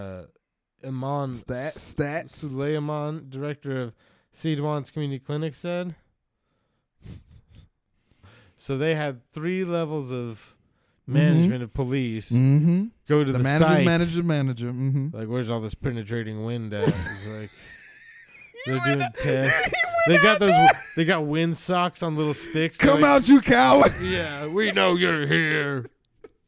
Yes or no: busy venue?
no